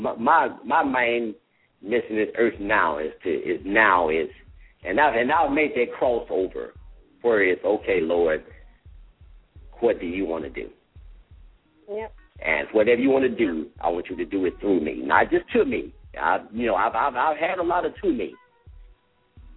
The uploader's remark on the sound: LML uses a progressive live call in format.